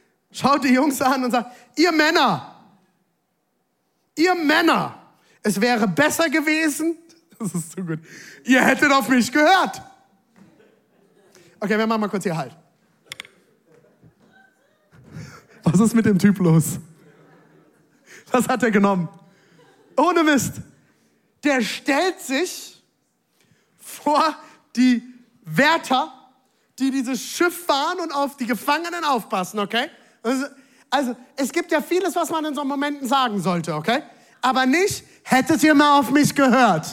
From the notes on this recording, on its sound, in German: Audiomitschnitt der Predigt